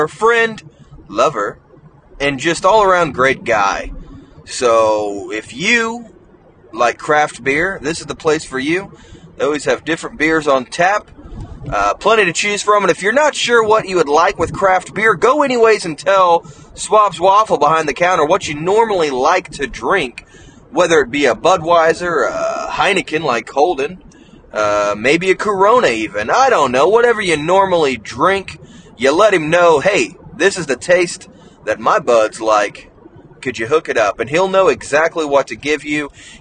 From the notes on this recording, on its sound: The audio may not be great this episode since we are driving